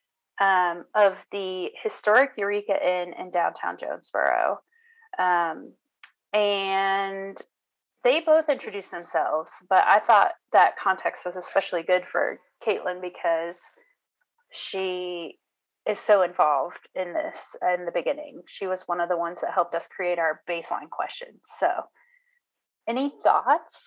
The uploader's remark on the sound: This is our second recording from back in 2020 so we apologize for the bad quality and an unexpected cut-off.